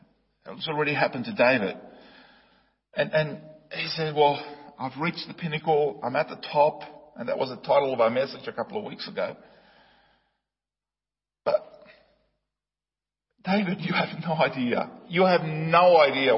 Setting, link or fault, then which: setting, large echoing room